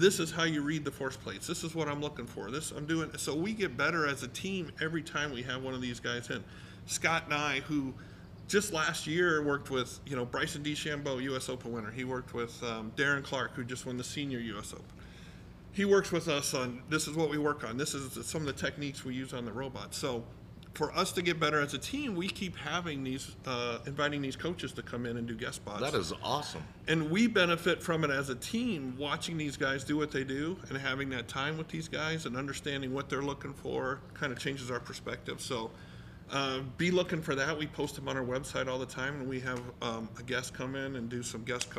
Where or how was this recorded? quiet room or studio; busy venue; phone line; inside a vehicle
busy venue